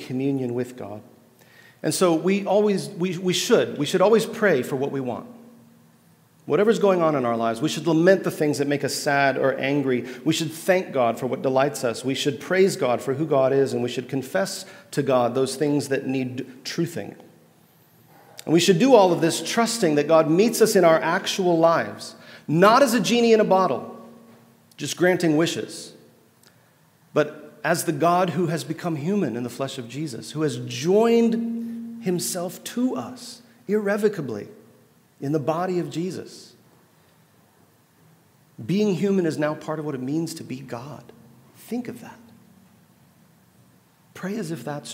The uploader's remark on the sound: at The Table Worship gathering